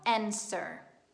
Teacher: facciamo finta che quella W che si trova nel mezzo non esista.